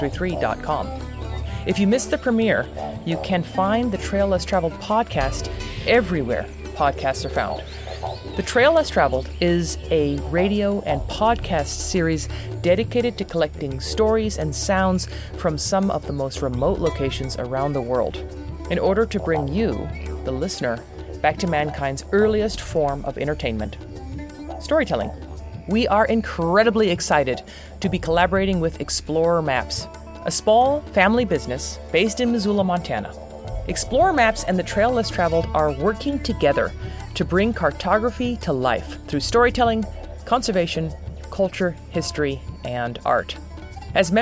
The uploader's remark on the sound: This interview was recorded in a cedar forest on the edge of Jocko Creek during a light rain storm. This episode was recorded on location in collaboration with Xplorer Maps .